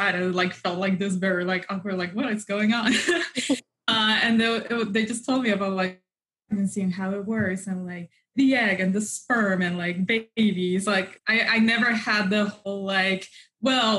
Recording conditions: video call